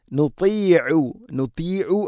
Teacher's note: താ ഉച്ചരിക്കുമ്പോൾ ഇത്ബാഖ് എന്ന സിഫത്ത് നൽകി സ്വരഭാരത്തിലാക്കണം.